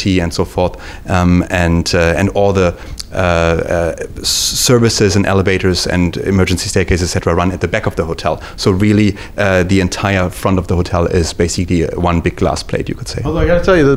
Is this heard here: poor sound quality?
no